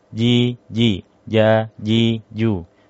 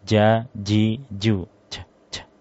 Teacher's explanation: Di huruf jim, dia makhrajnya adalah dari tengah lidah bertemu dengan langit-langit atas, sifatnya jahar · Shown in: first take · ya. Sehingga karena jahar dan juga syiddah, sehingga muncullah huruf jim ini qalqalah, ya.